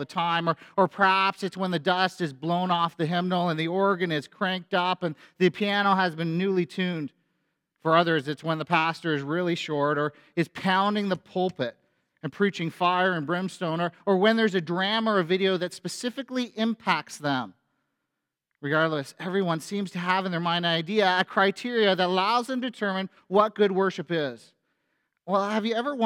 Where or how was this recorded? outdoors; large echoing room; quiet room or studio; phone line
large echoing room